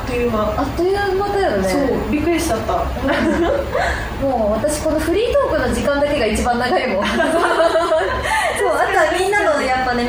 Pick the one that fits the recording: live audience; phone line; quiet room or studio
live audience